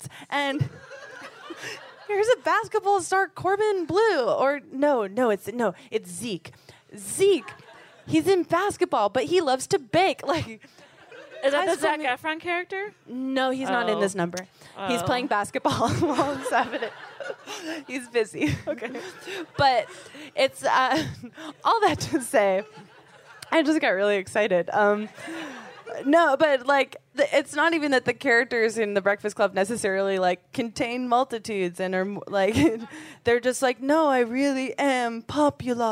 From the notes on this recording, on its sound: On this live episode recorded at San Francisco Sketchfest